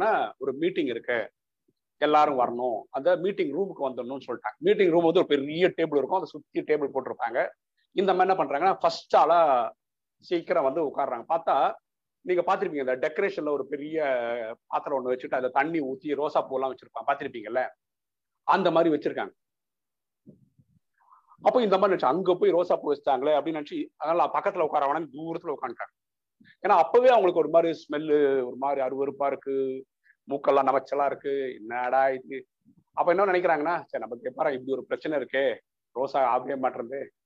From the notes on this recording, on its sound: Speech at Saveeta Engg College via zoom.